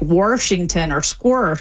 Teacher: And then there's the intrusive R, which is where you get an R sort of just stuck in the middle of places that never had one by people that typically don't drop their R elsewhere, and that's when you say like Washington or squirsh.